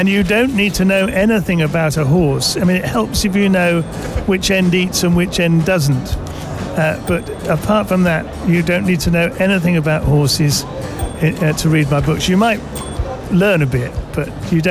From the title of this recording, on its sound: Live from SIBF 2023